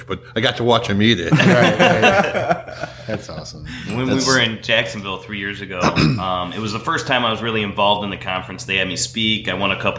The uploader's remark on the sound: This podcast was recorded at the River Ranch Stockyards during the National Barbecue & Grilling Association’s #IAMBBQ2018 National Trade Show and Conference in Fort Worth, Texas.